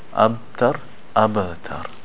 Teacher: The letter ba has something called the qalqala, the echoing sound.